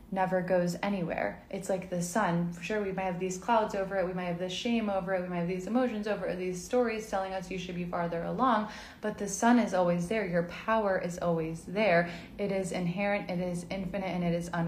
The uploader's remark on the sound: This is a replay from an IG live